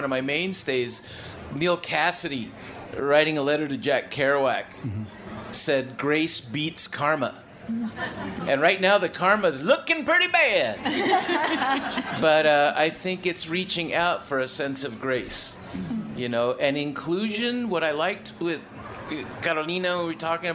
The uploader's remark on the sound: remarks made at the 2018 Tucson Festival of Books at the Nuestras Raices stage